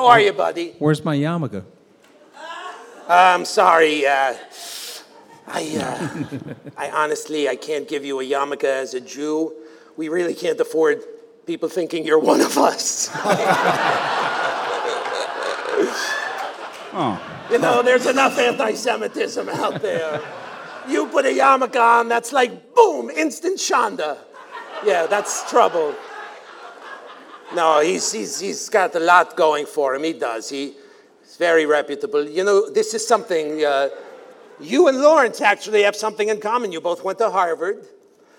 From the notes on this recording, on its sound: our premiere episode from the Murmrr Ballroom in Brooklyn, NY